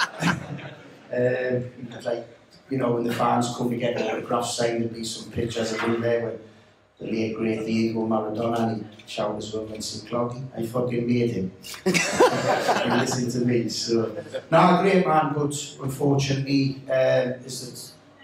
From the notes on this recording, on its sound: NUFC Matters Live 2623 Grand Hotel Newcastle